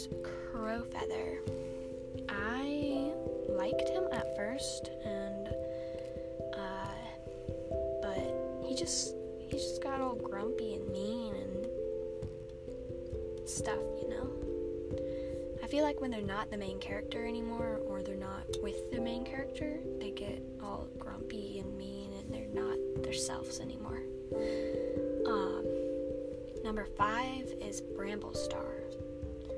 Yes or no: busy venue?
no